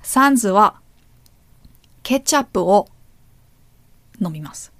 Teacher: I make some breaks in between, but I keep the word with its particle together.